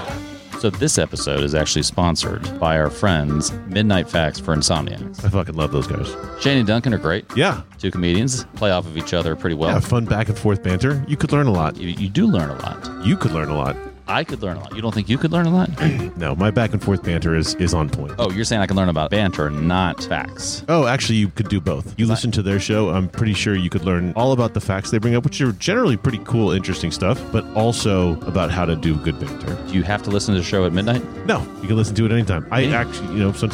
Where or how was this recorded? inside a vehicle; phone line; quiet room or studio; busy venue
busy venue